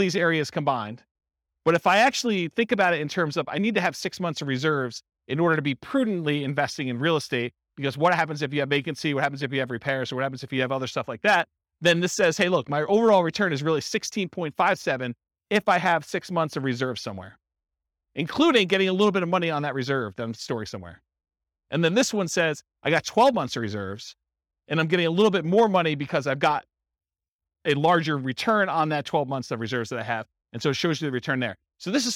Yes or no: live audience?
yes